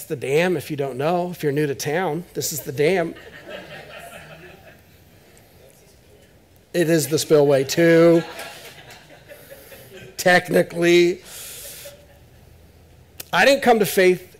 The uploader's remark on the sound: This is audio ripped from the Live Service video.